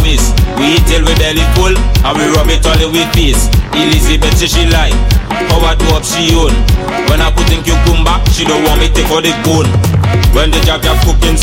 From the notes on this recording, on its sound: Live from Soca WKNDR 2023